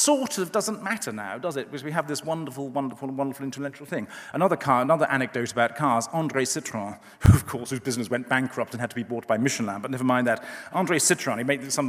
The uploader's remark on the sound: The inaugural If Conference, from debate forum Intelligence Squared, took place on November 25-26th November in London.